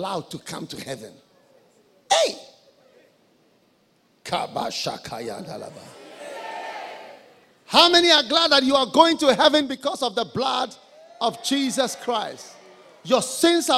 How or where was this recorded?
large echoing room